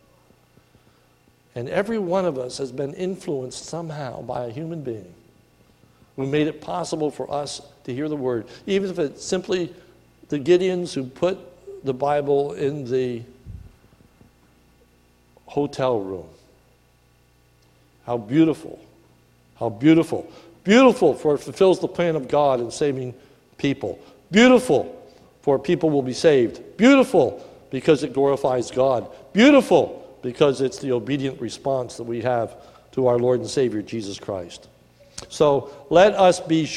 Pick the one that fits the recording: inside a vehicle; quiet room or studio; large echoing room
large echoing room